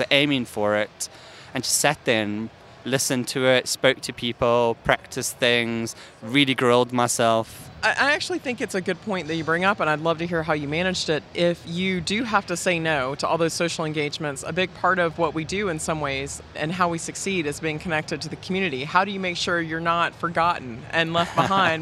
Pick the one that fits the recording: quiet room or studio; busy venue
busy venue